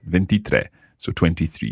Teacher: When we're writing that one, we need to put an accent on the E sound at the end because it's got the stress on it